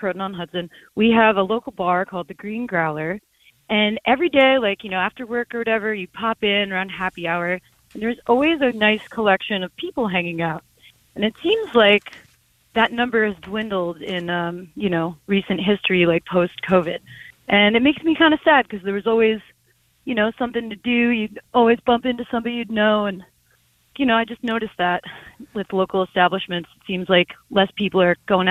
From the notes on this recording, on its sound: Listeners call